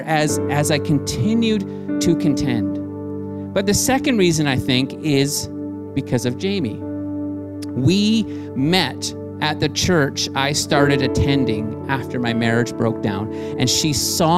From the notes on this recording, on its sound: Streamed on July 19, 2020 at THRIVE Church Vancouver, Canada